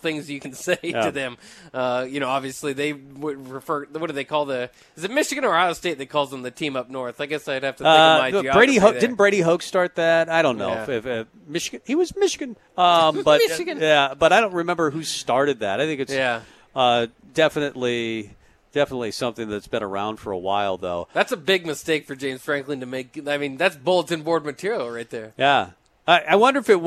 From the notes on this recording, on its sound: Tailgate Tuesday live from Chick-Fil-A